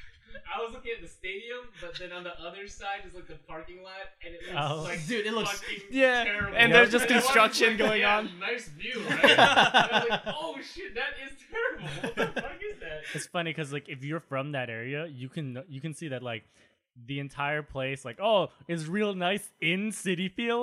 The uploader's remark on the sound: Sorry about the audio quality of this episode